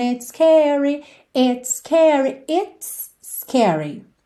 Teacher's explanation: It's termina em S. Scary começa em S. Você junta no S só.